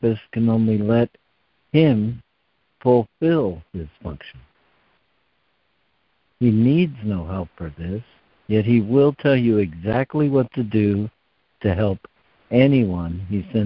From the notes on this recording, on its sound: ACIM Daily Conference Call